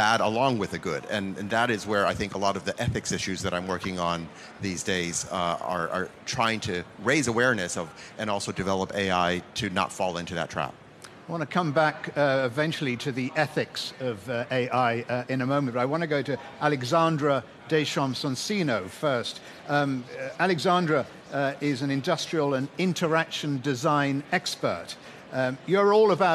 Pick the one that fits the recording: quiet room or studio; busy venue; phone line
busy venue